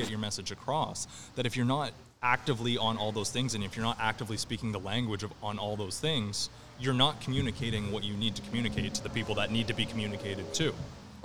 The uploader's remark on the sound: A Bonus episode from our live session at Daft Brewing.